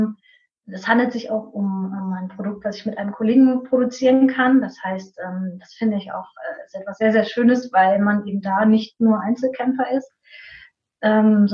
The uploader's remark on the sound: Live Online Coaching. Mäuschen spielen in einem Live Coaching?